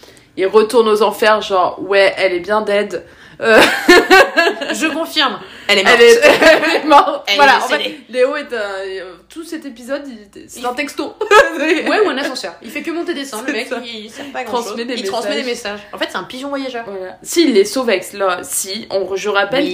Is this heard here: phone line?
no